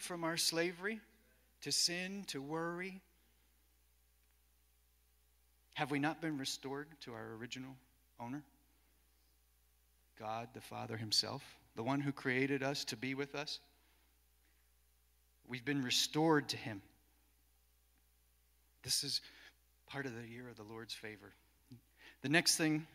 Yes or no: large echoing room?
yes